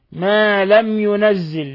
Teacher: ميم ساكنة جاء بعدها الياء، إظهار شفوي. ينزل قلنا فيها قراءتان بالتشديد كحفص، وينزل بالتخفيف.